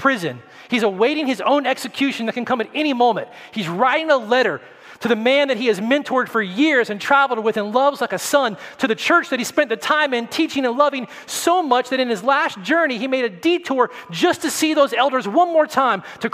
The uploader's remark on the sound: At Redemption Hill Church.